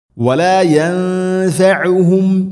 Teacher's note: നൂനിനെ അവ്യക്തമാക്കി മണിക്കണം. അതോടൊപ്പം ഐൻ ദമ്മാണ്. യൻഫഉ സുക്കൂനല്ല, യൻഫഉഹും.